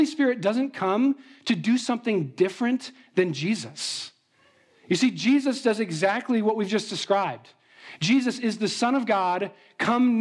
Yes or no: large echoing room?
yes